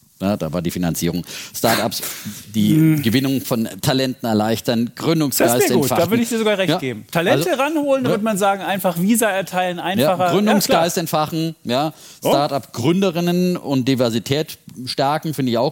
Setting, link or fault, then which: setting, live audience